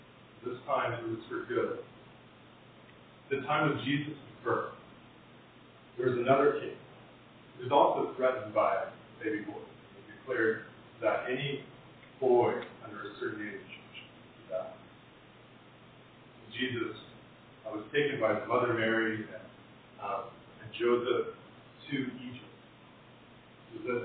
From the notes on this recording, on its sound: Apologies for the poor audio quality!